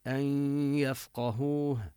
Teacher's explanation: ندغم النون بالياء إدغاما بغنة، هو إدغام ناقص، لذلك لم يشدد الياء، لأن الغنة التي هي للنون بقيت. أن يفقهوه، ننتبه للمد الطبيعي، وهنا الهاء لا نصلها لأنها سبقت بساكن.